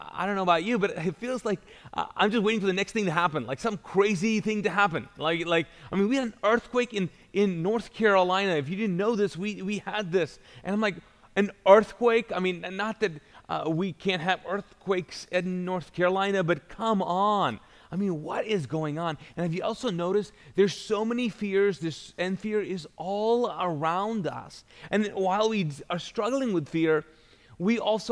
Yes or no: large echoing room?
yes